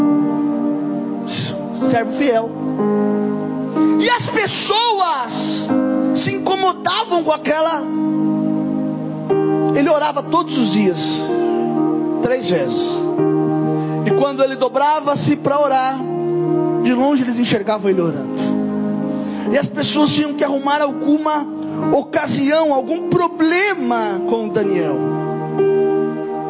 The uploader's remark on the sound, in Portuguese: Mensagem gravada em 07/01/2024 - Culto da Família